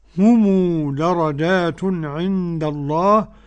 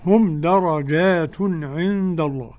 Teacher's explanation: قرأ بصلة الميم، قالون بالخلاف وابن كثير والإمام أبو جعفر · Shown in: first take · هم درجات عند الله والباقون بالإسكان.